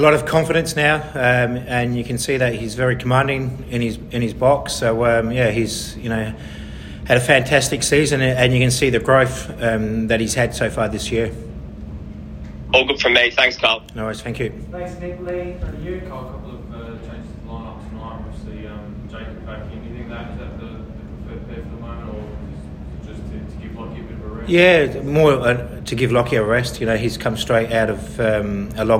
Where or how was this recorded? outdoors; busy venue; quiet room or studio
busy venue